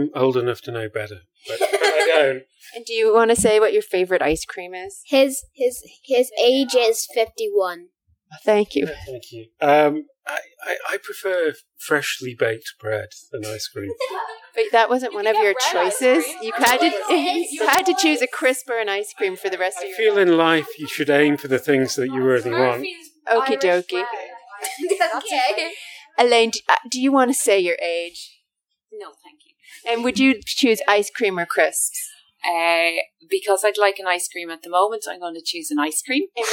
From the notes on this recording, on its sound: Some mic issues - apologies for that.